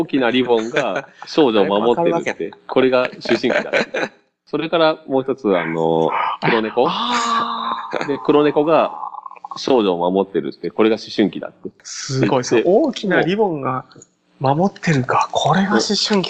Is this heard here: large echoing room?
no